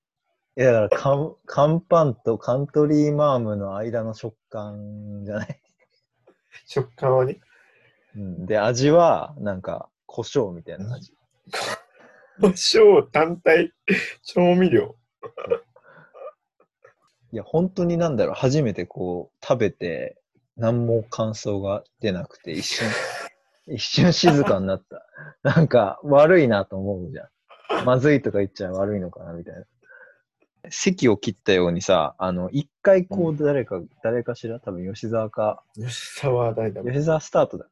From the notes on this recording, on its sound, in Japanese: リモート録音なので音質はそこまでよくありません。